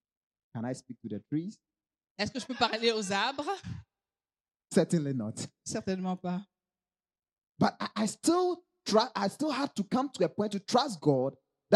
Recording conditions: large echoing room